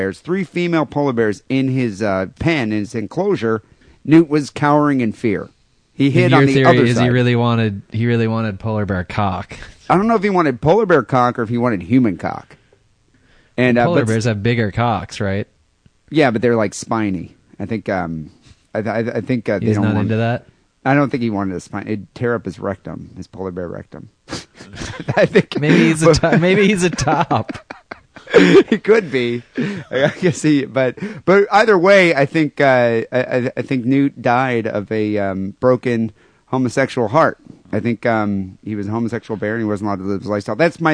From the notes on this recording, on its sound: Phone calls.